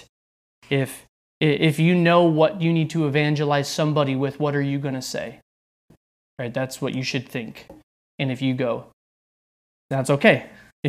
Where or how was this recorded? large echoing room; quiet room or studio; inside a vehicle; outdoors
large echoing room